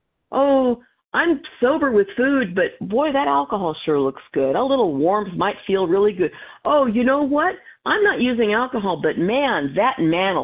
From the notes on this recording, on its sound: from the 100 Pounders Phone Meeting